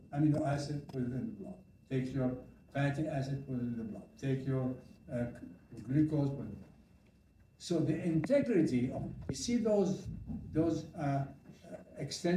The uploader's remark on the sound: Live audio.